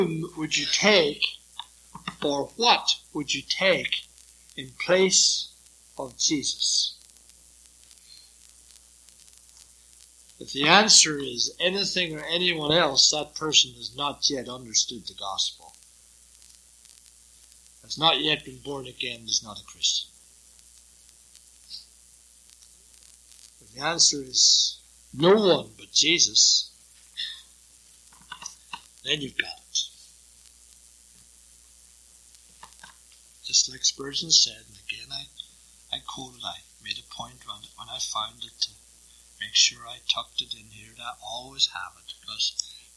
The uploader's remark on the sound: It was preached during the evening service here. It was recently converted from cassette.